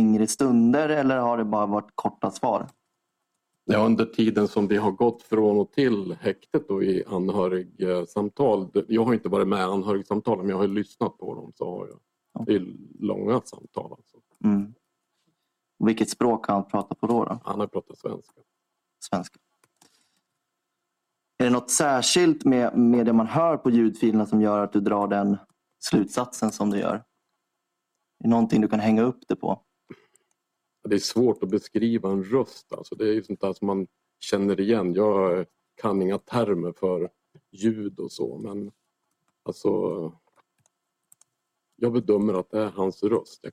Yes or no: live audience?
no